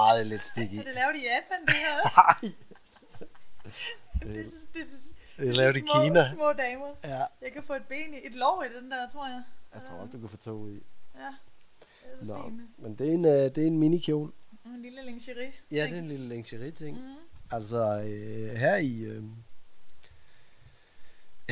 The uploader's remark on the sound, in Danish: Lyden kunne godt være bedre.